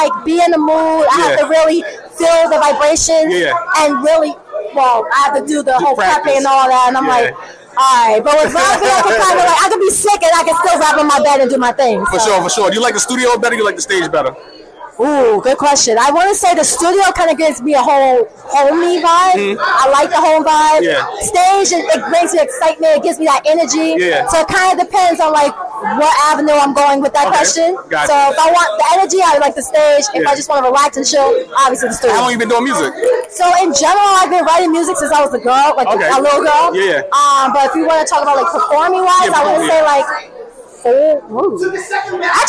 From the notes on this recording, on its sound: live at the Tunage Showcase